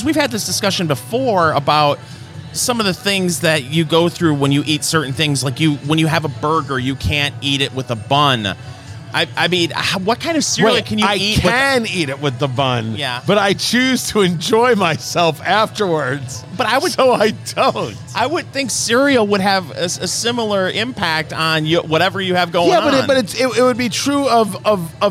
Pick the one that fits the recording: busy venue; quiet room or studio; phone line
busy venue